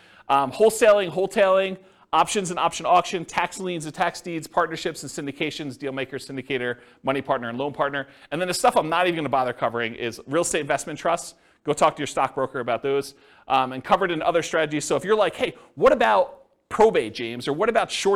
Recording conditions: live audience